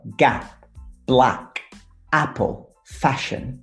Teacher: So when it comes to that sound, it's a sound that is pronounced as a. That a sound is a little bit wider than our e sound.